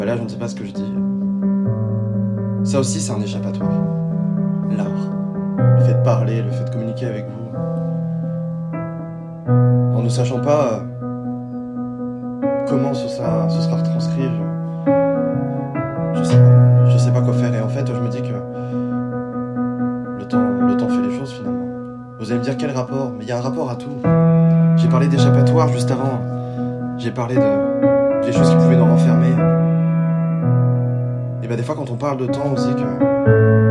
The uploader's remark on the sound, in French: Dans mon téléphone est une série de notes vocales enregistrées en improvisation, juste avec le cœur sur le simple dictaphone de celui-ci.